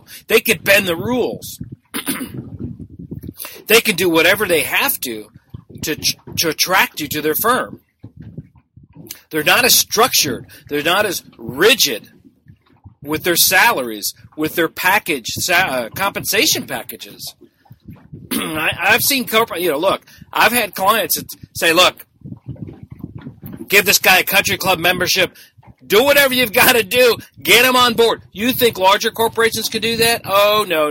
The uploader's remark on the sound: I apologize for the audio on this episode, I was doing this one on my boat!